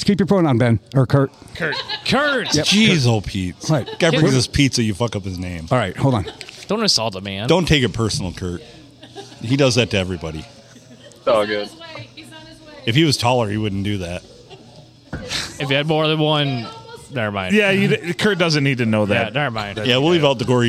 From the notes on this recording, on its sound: We recorded this one at Bench Warmers in Sandusky.